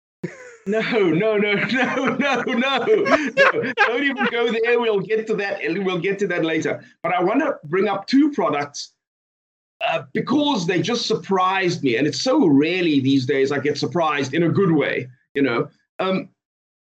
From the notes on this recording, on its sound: Recorded via Skype